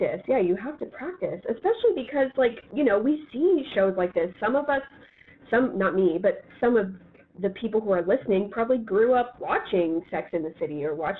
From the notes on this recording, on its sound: Apologies for the audio quality, we had some technical difficulties